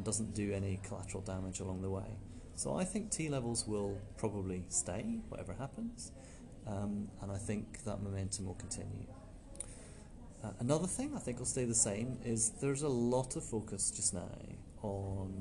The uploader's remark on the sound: at the SET (Society for Education and Training Foundation) 2019 conference